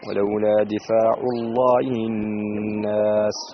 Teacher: نون مشددة أيضا فيها الغنة بمقدار حركتين